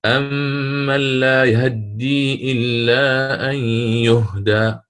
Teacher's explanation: يقرأ باختلاس حركة الفتحة في الهاء